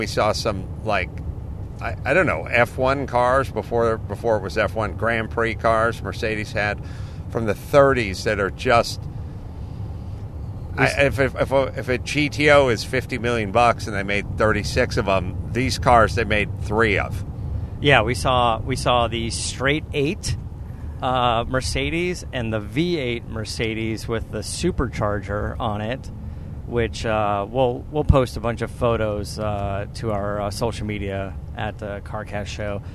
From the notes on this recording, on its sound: While in the car on the way to Heathrow Airport.